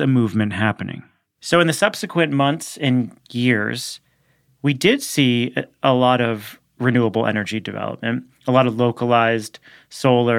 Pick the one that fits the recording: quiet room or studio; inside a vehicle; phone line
quiet room or studio